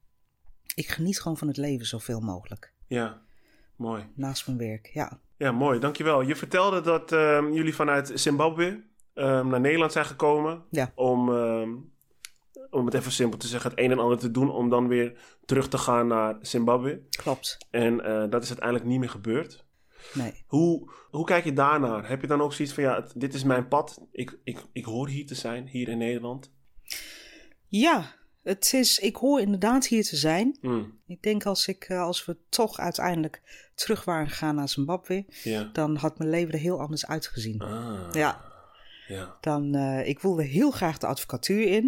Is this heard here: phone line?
no